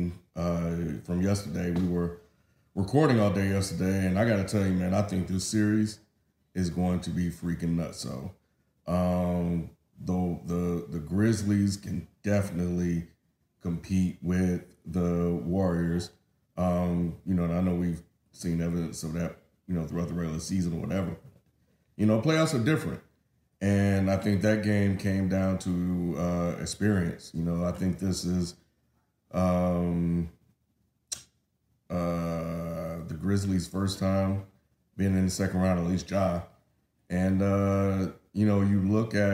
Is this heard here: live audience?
no